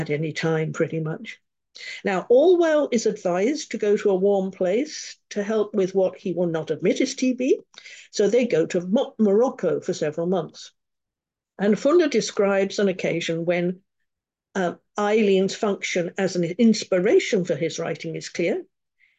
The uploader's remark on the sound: A live webinar on Sunday 14th Jan at 10am UK time.